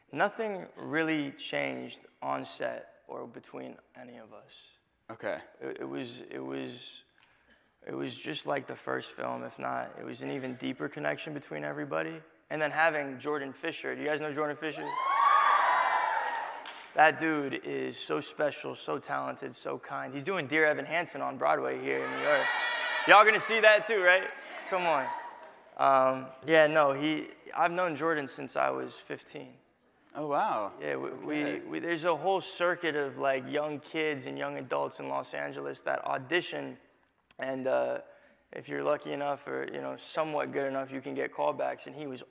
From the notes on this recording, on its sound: In front of a live audience at New York's 92nd Street Y.